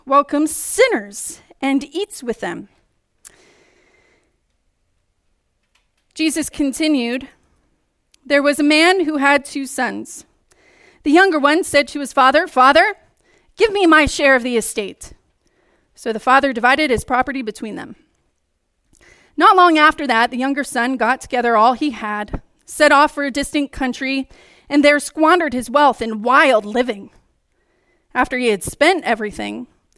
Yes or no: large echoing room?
yes